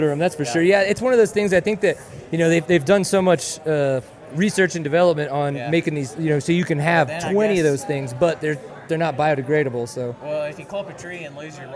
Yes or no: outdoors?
yes